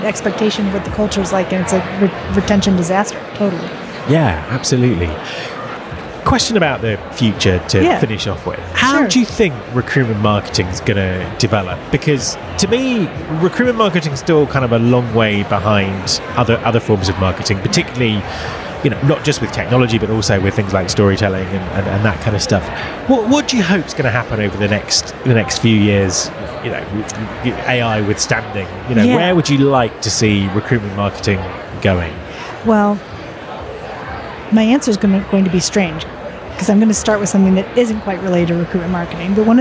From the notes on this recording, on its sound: at the recent UNLEASH America conference